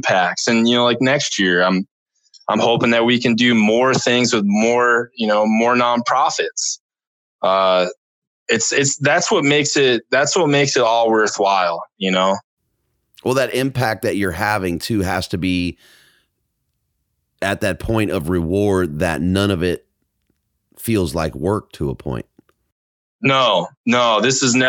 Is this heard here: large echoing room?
no